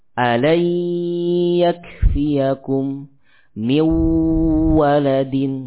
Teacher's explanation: membaca nun sukun yang masuk ke dalam ya dan waw dengan idgham kamil, artinya tidak diberikan sifat gunnah